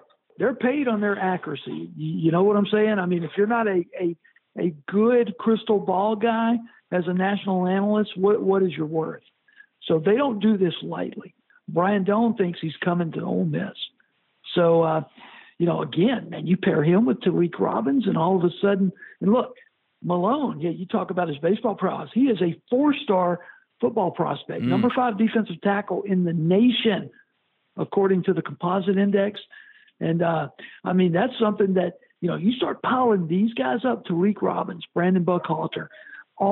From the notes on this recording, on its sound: Returns on the Modern Woodmen phone line.